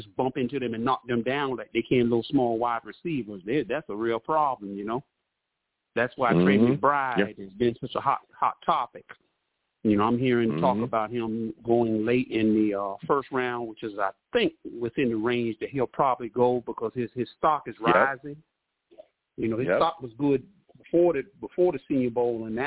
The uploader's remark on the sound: I also take live callers!